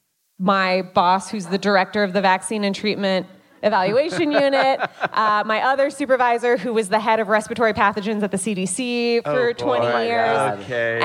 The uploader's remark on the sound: Live from Atlanta. Live podcast in Atlanta!